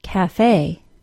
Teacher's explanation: The word cafe not only does not have a silent E, but the final syllable is stressed and is pronounced with a long A sound, cafe.